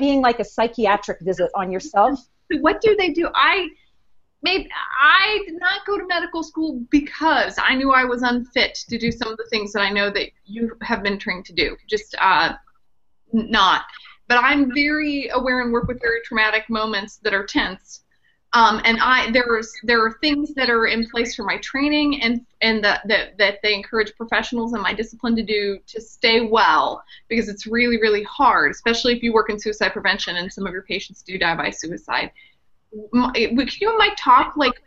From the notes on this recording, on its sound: This is the audio portion of a Google Hangout from the Suicide Prevention Social Media community.